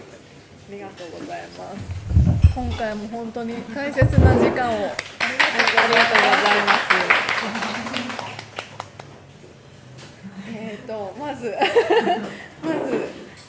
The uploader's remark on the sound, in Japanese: 甲府のカフェ・キュイエールより公開収録。ソロライヴをさせて頂いた甲府市のカフェ・キュイエールでのライヴ中に行った公開収録の模様をお届け致します。